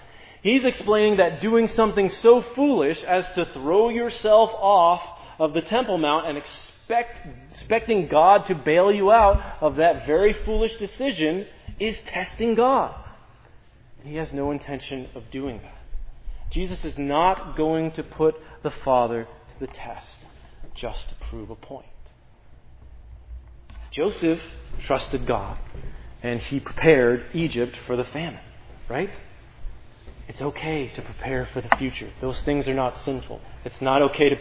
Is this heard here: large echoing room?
yes